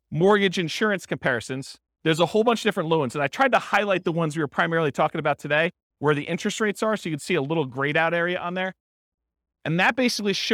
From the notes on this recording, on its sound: This was a live class recorded.